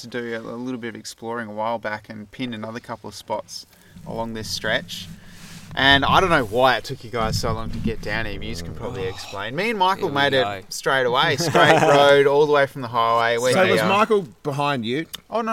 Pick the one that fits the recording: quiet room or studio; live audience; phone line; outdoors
outdoors